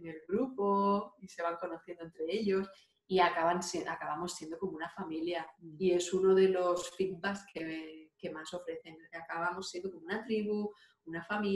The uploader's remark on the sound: Zoom Session